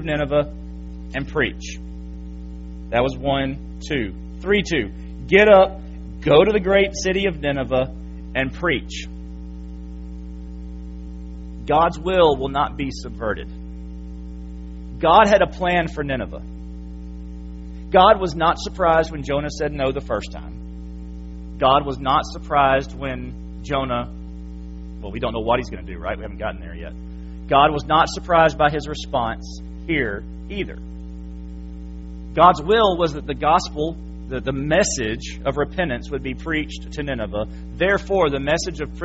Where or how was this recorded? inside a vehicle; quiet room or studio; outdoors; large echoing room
large echoing room